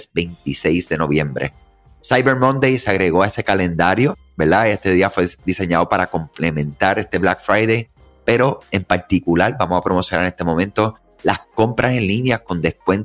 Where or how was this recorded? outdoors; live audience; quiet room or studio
quiet room or studio